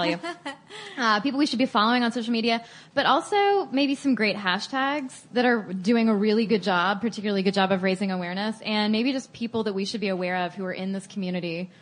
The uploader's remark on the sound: In this live Stuff Mom Never Told You conversation at SxSW Interactive